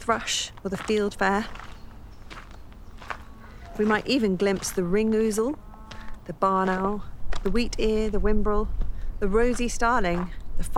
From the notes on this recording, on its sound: The literary soundwalk continues through Harpford and Aylesbeare Commons: both RSPB reserves.